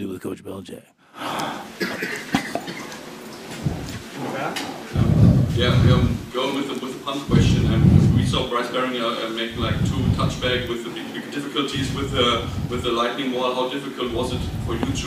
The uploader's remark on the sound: Addresses the media during his postgame press conference. In Frankfurt, Germany.